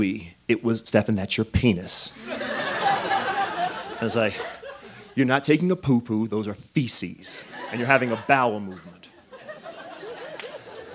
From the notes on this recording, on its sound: This story was recorded live on 18 October 2017 at Buntport Theater in Denver, Colorado.